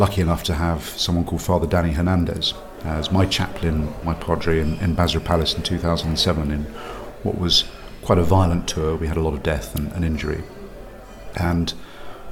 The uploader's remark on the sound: The contributors were recorded at the 60th International Military Pilgrimage to the Marian shrine of Lourdes in the foothills of the French Pyrenees.